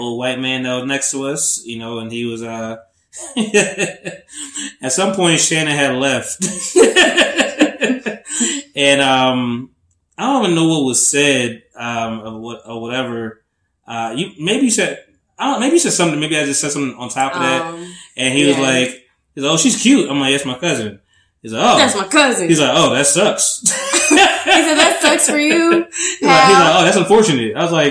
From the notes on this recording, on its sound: Pardon the audio. It was stripped from the video. Microphones weren't cooperating well in this new setting.